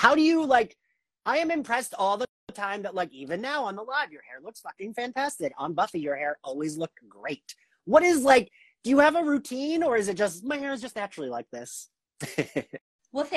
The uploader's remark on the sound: An Instagram Live Interview